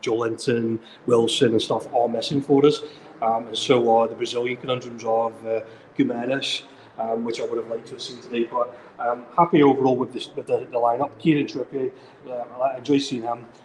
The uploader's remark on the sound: Live from the Gateshead International Stadium!